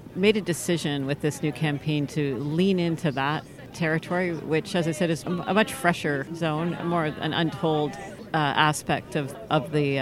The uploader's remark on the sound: The third, final and possibly most important of our three episodes recorded at the Cannes Lions International Festival of Creativity 2018.